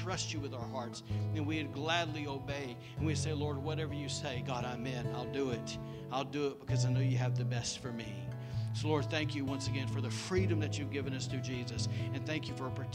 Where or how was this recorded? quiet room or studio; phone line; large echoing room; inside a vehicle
large echoing room